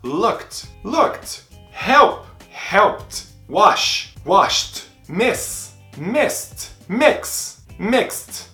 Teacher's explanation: T, t, porque o T, t, t, t, não vai vibrar. Então, para o verbo que termina no presente sem vibrar o som, no passado com o ED, você não vai vibrar o som, vai colocar um sonzinho de T